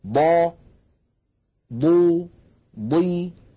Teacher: يتجلى في الحرف المكسور، لما نقول مثلا ضا ضو ضي، حتى عندما تكون الضاد مكسورة تكون ضخمة مفخمة تماما